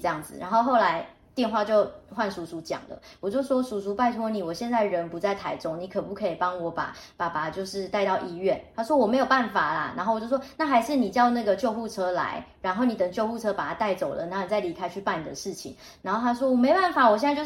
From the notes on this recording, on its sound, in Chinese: 本集不是在錄音室錄製，有點空間感